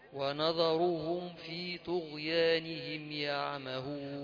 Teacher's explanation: نون وذال مرققين الراء مفخمة